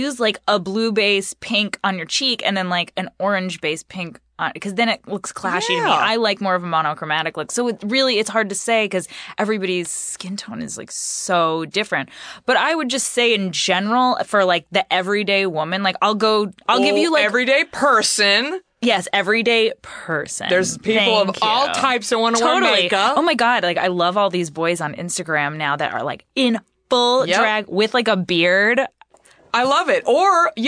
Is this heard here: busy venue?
no